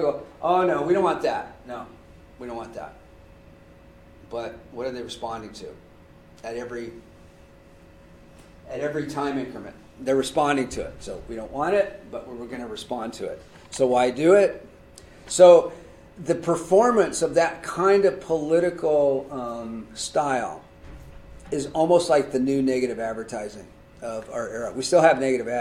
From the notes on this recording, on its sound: This O3C Seminar Series event was recorded February 27, 2020, at Loughborough University and was co-sponsored by the Centre for Research in Communication and Culture at Loughborough.